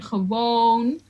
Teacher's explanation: It's very light, especially in a song. Ik wil gewoon, and a very long O sound